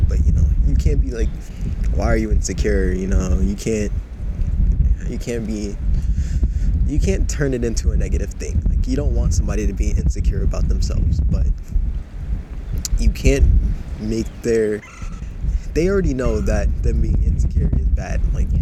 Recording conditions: wind noise